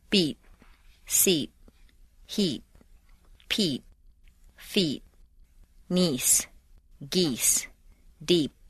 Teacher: When a one-syllable word ends in an unvoiced consonant, the vowel is on a single stair step, short and sharp.